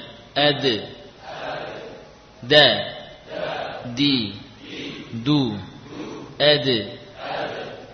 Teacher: Huruf dal juga ujung lidah menempel pada pangkal gigi. Mohon maaf, jangan ditempelkan di gusi.